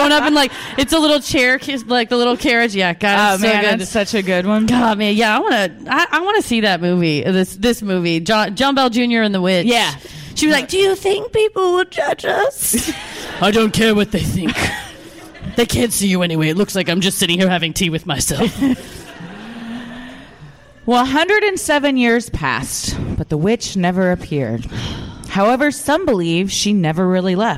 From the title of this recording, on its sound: Live at Dallas Comedy House